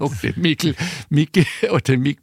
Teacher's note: Das kurze Ü wird zu einem kurzen I.